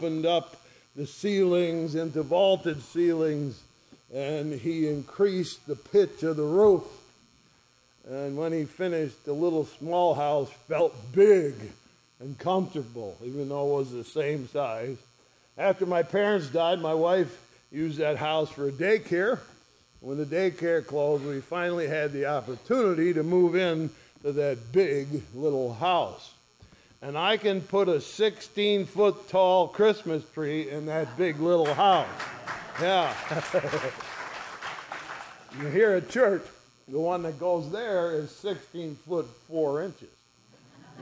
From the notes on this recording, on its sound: ESCBC Sunday Morning Service recorded on 04/30/2023.